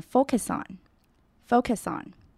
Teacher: I focus.Focus 这个字常常会有人把 C 的音念得太重而显得不自然，尤其在这里 Focus 后面紧接了一个 on，所以要注意要念成 focuson，字尾的 US 是短而急促的 us 的音，然后顺势跟 on 连起来就变成 focuson， focuson。